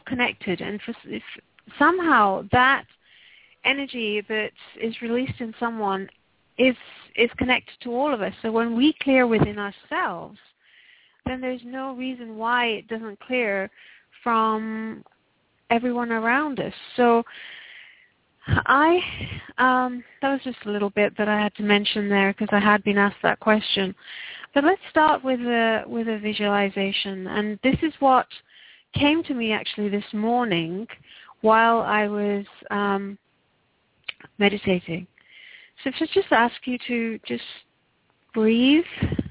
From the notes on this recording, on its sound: Takes your calls for healing live today!